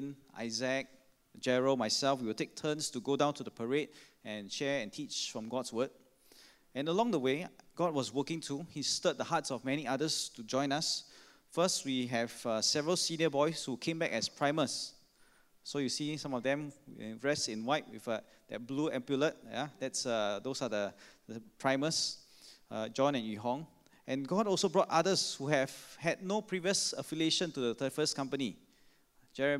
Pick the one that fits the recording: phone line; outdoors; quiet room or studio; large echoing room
large echoing room